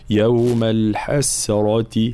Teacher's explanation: نفس الملاحظة كلمة الحسرة، طبعا سين هنا وليست صاد، فلا بد من الحرص على ترقيق السين، فلا نقول الحسرة، تكون بين السين والصاد، لا، يوم الحسرة هكذا مع تفخيم الراء طبعا لأنها مفتوحة